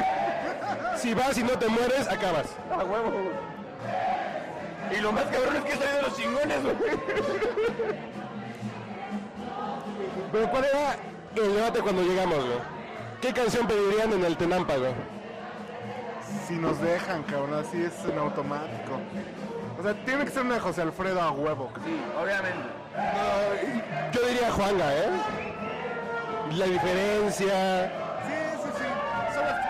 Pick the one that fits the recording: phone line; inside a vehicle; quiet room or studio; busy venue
busy venue